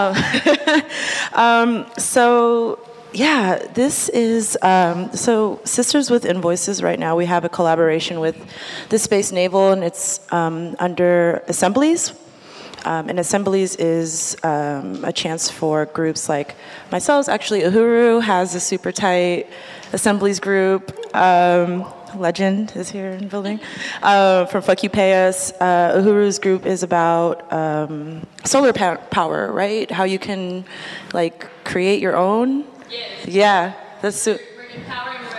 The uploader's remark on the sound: live recording